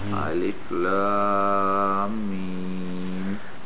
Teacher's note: The Lam also has six beats.